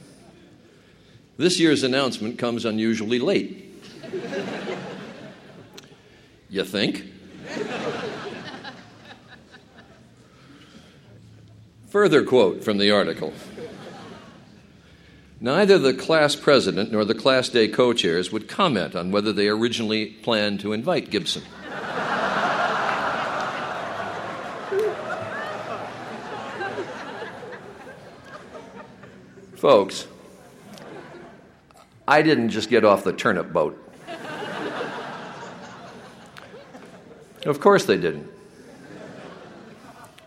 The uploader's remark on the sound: Princeton University's 2010 Class Day ceremony